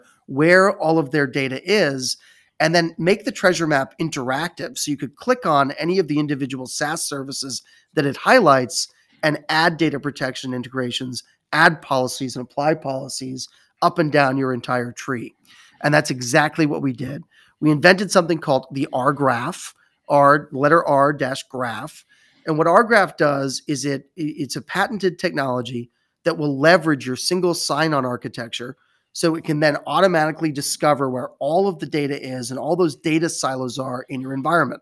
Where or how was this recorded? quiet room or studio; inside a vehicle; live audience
quiet room or studio